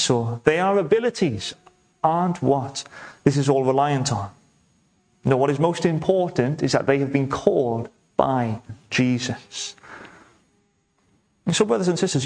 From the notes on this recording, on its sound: welcome to Bethel Evangelical Church in Gorseinon